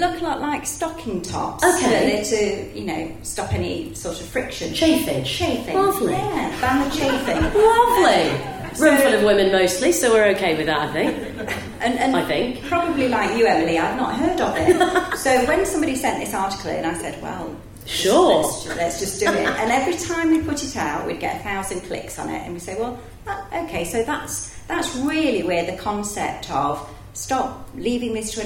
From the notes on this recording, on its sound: A very special session this week as it was recorded live on stage at Enterprise Nation's Festival of Female Entrepreneurs last month.